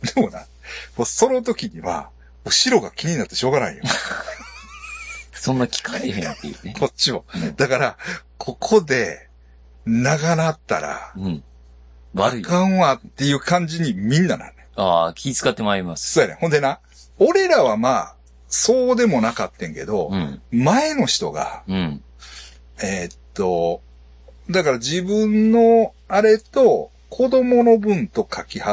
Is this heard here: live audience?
no